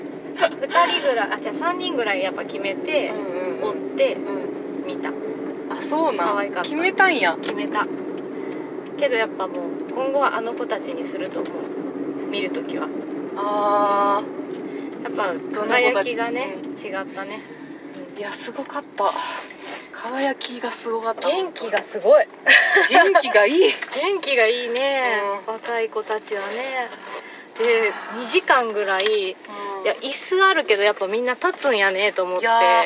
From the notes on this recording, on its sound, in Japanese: 山より、雑音すごいですのでご注意ください！騒音だな。